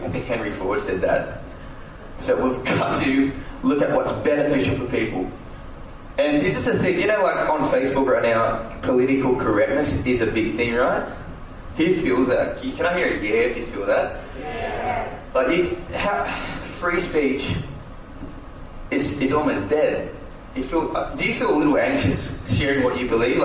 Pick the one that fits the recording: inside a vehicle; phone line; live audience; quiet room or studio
live audience